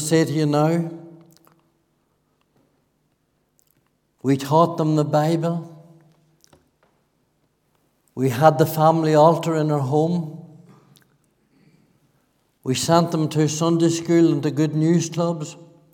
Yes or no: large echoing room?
yes